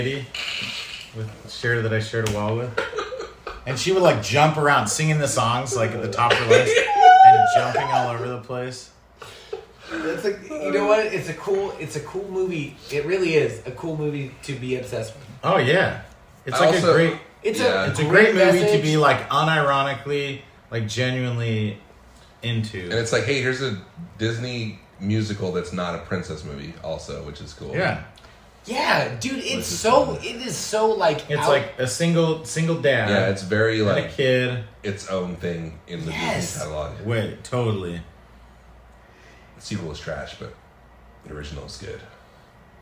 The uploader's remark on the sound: Pardon the noise: this episode was recorded to a single mic in a cheap motel room